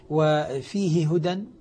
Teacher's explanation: أيضا يدغم الهاء مع الهاء